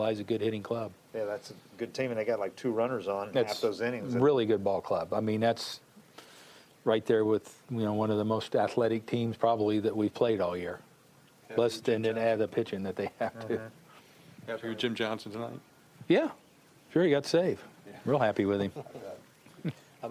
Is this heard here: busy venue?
yes